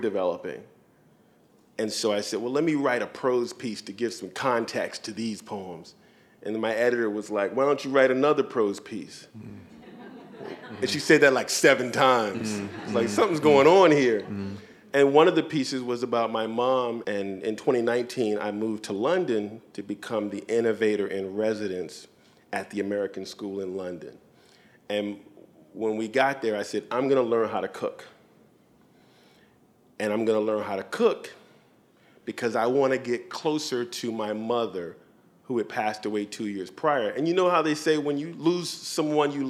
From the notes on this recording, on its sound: Their conversation was recorded at Powell’s Books in downtown Portland.